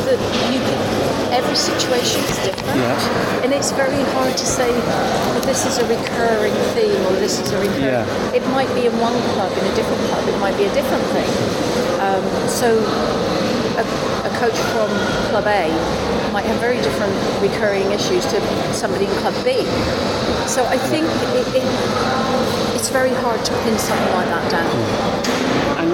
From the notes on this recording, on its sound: The interview was recorded in a cafe, so the background noises are quite strong, but overall everything is audible. The cafe bustle only adds to the authenticity of this interview!